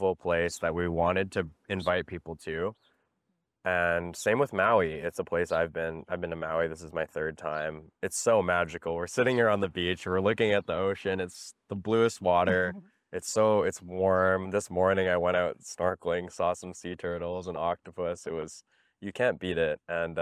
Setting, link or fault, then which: setting, outdoors